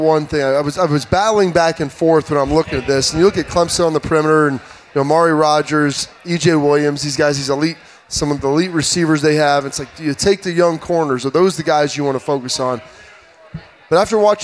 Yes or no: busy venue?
yes